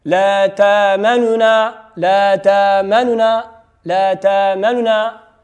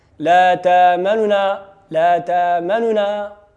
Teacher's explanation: لازم وواجب أن تنطق بحركة الضمة ولكن تسرع وتخفت عندها وتخفض صوتك. لا تأمننا لا تأمننا، بنتنا دوك شنو الاختلاس، وهذا ما عبر عنه بعضهم بالروم.